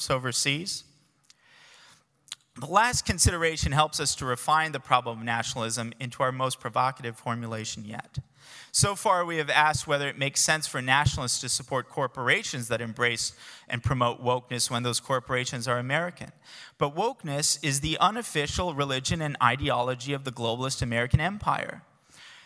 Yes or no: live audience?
yes